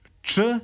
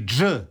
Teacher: Jedan se ostvaruje kao zvučni, glasnice titraju, drugi kao bezvučni. Dakle, imamo č, to je bezvučni, i dž, to je zvučni